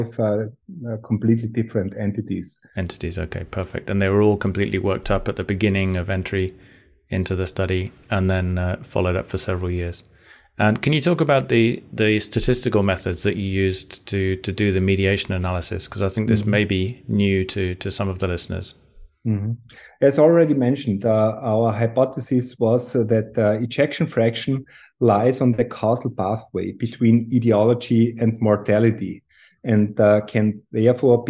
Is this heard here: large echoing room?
no